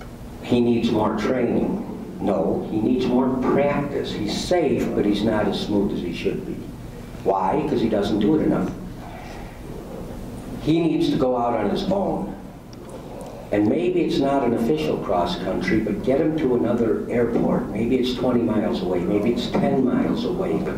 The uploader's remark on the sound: Full Presentation From Heli Expo